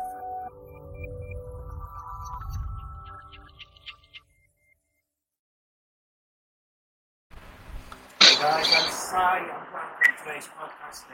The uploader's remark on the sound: audio in the first few mins, Its sorted at around 2mins 30